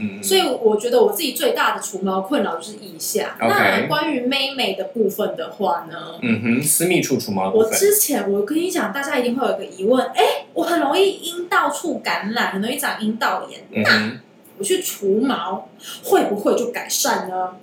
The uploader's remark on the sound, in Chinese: 本集音源檔失蹤，故音質有點差